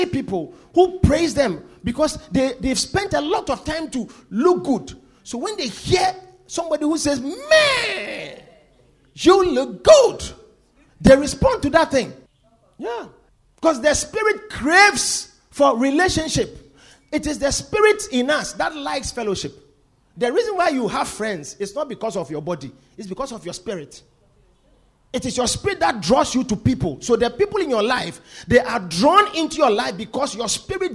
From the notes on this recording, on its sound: Preached at The Victory Secrets Service.